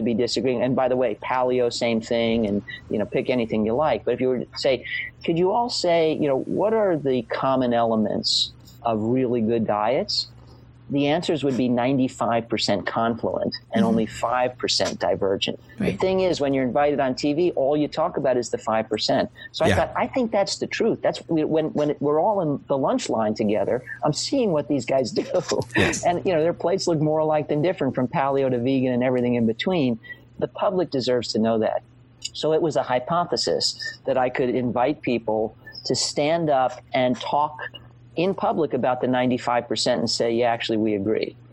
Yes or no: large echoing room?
no